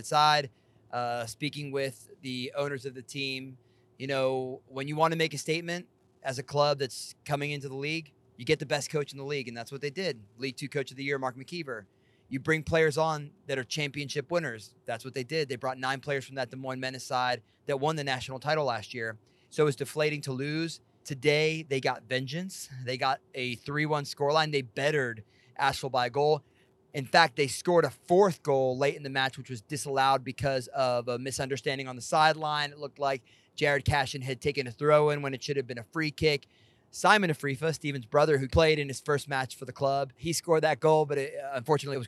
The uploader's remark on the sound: Buckle up for this Car Take, literally, for we recorded it in the wee hours of Tuesday night as we wound our way through the mountains back home to the 865.